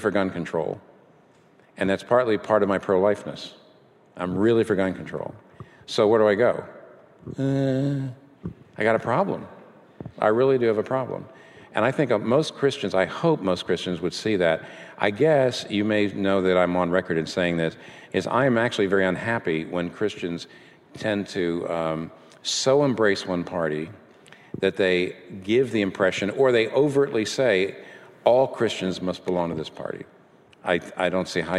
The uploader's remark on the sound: This Q&A session was recorded before a live audience. In New York City.